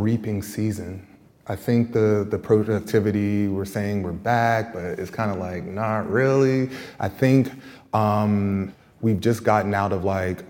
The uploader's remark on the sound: This special bonus episode is a live recording from the APAP|NYC+ 2023 conference in New York City. Arts workers from across the country came together for a panel.